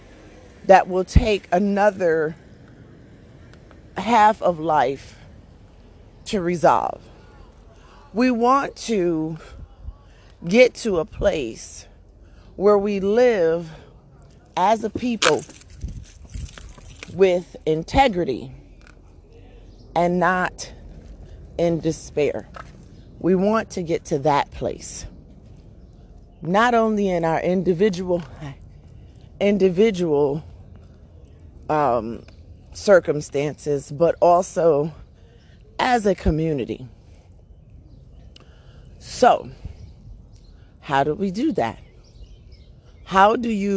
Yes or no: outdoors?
yes